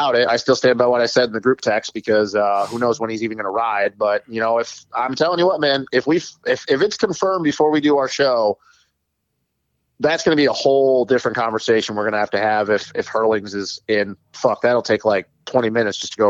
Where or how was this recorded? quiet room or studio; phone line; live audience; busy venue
phone line